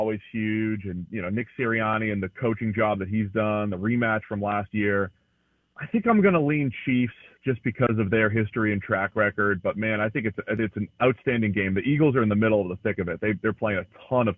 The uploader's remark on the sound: Joins the show on the Farm Bureau guest line talking about how the season is shaping up live in the BankPlus Studio.